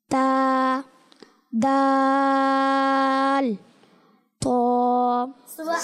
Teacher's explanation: জিহ্বার মাথা ও উপরের দাঁতের গোড়া থেকে উচ্চারিত হয় · Term: হরফে নিতিয়া